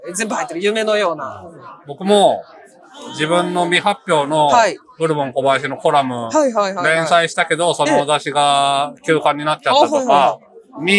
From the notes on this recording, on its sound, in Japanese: 文学フリマ大阪（2022/09/25開催）の会場から、マスク着用＆小声収録でお送りする14回目